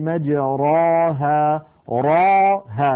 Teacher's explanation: لو قبل الإمالة كنا نقول مجراها راها، لأن الراء مفتوحة، ومر معنا أن الراء مفتوحة مفخمة